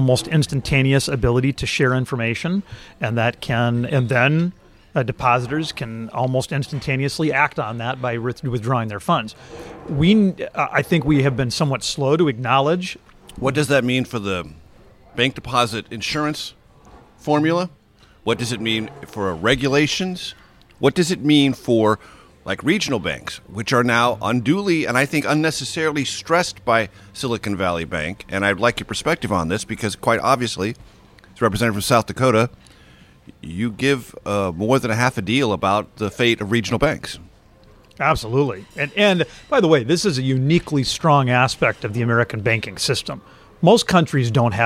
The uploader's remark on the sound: Recorded Wednesday, March 29, 2023 at The Dubliner near Capitol Hill.